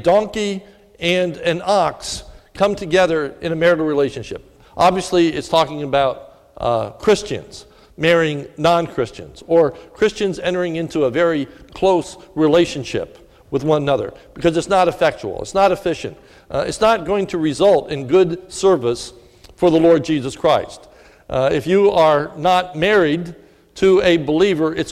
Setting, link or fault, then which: setting, large echoing room